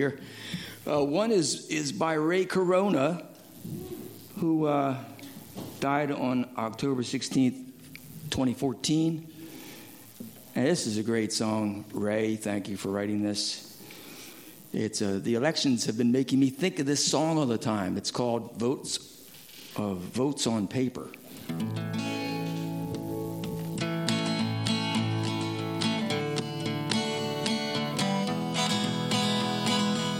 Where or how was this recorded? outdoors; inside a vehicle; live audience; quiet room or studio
live audience